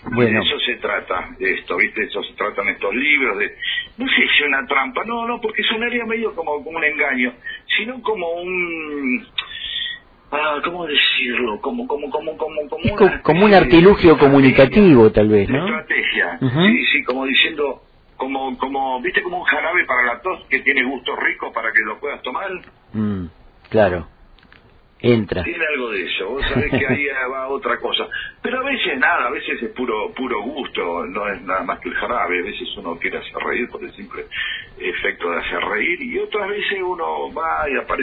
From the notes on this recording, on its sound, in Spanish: En el marco de la 5ta Feria del Libro y la Lectura. En una charla telefónica.